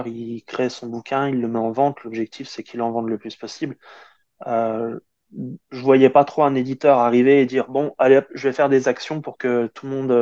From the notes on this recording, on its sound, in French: Dans cette interview au format " SuperFriends " et enregistrée à distance.